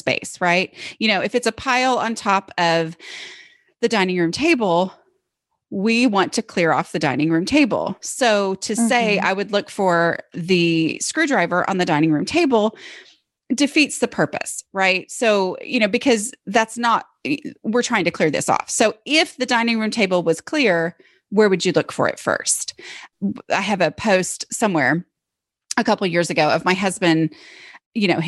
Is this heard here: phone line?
no